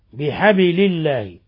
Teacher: باء ساكنة قلقل لأنها من حروف قطب جد